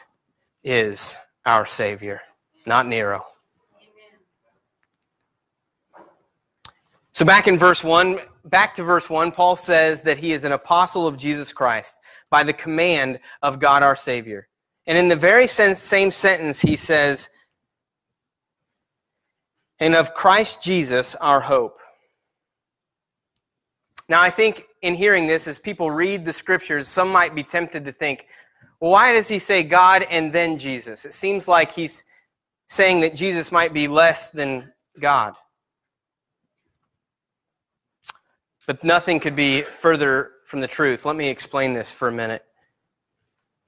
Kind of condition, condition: setting, large echoing room